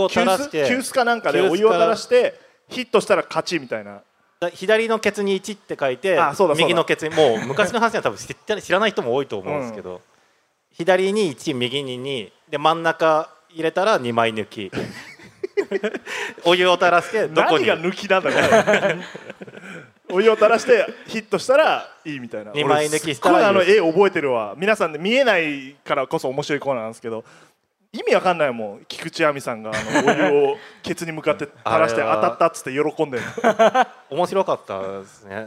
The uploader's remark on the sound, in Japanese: ラクーアガーデンステージで行われた公開収録。